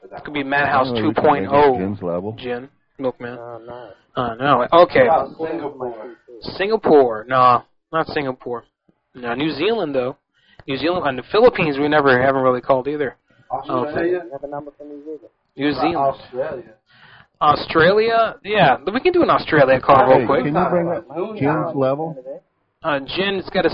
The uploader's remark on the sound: Personal Prank Phone Calls Collection.